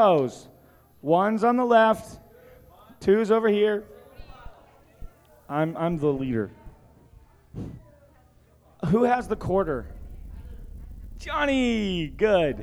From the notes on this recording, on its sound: Recorded at Rhema Camp 07.